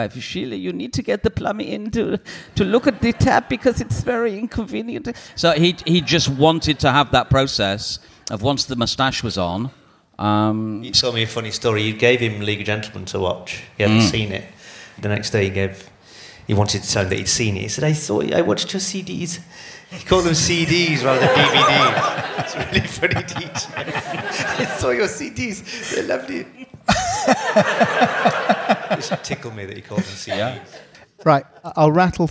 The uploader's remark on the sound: Conversation recorded in front of an audience at the London Podcast Festival.